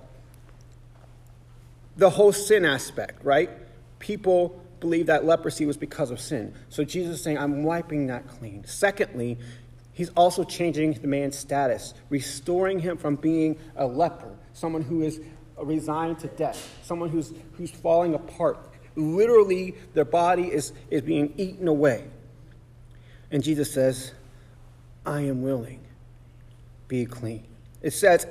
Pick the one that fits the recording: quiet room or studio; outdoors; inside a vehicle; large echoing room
large echoing room